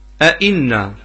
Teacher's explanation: أئن همزتان من كلمة واحدة، الهمزة الأولى مفتوحة والثانية مكسورة.